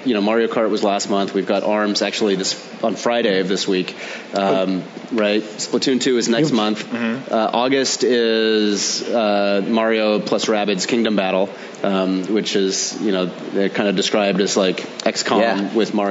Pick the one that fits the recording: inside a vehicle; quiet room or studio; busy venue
busy venue